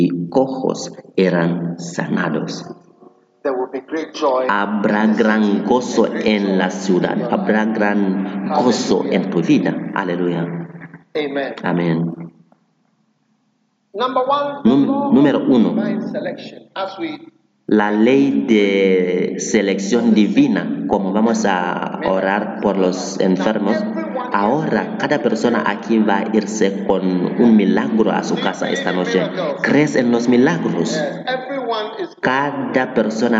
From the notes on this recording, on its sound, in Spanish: Predicado en Light Conference 2023, Catedral de Alabanza, Manila, Filipinas.